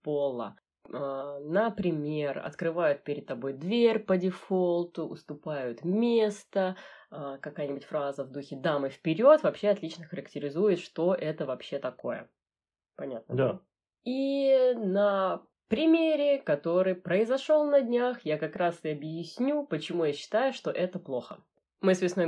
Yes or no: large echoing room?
no